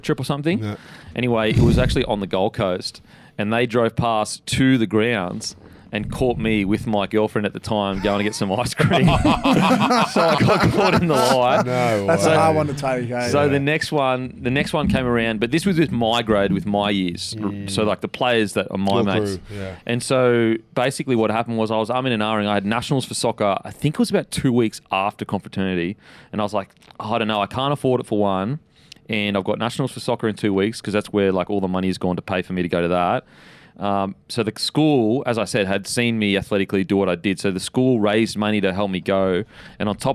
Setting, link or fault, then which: setting, busy venue